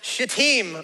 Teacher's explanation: make sure you put the emphasis on the second syllable